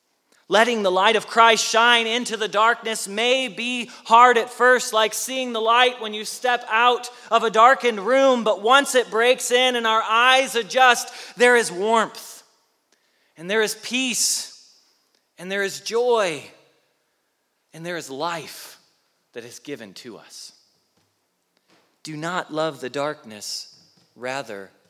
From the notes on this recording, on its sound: Message Preached at Valley Creek Church